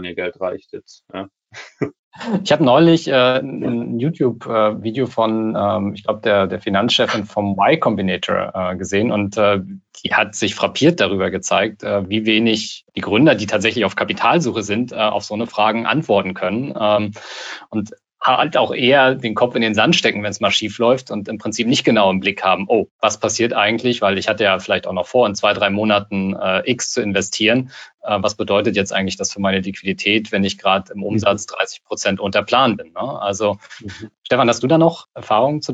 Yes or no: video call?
yes